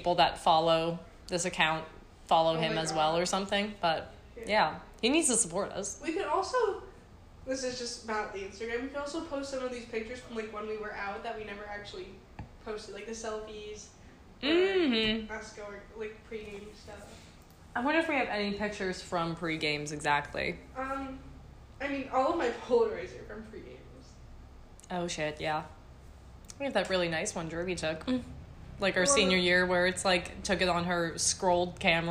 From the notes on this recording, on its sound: Once again, so sorry for the awful audio.